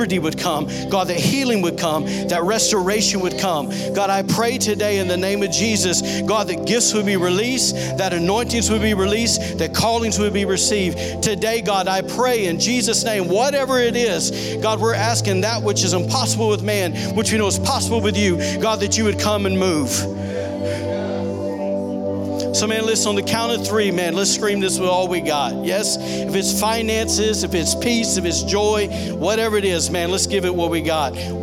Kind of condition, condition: setting, large echoing room